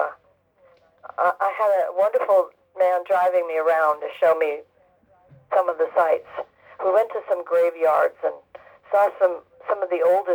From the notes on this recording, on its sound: This clip comes from a phone interview